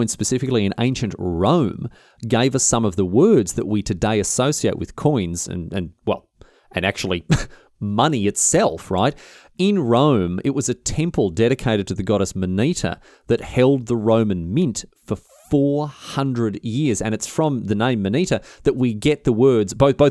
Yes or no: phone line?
no